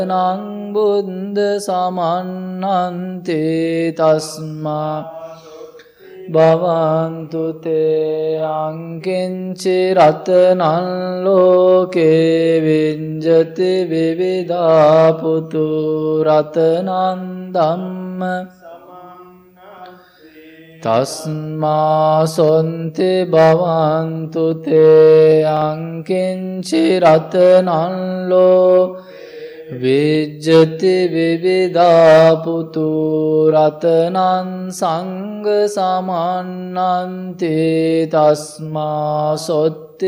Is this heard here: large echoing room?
yes